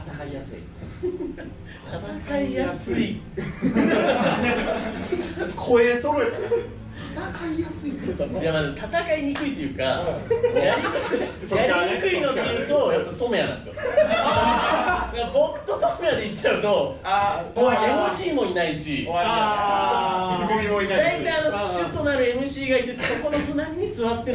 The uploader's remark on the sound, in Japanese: 部室 公開収録。素材そのまま、当日のリアル感をお楽しみください。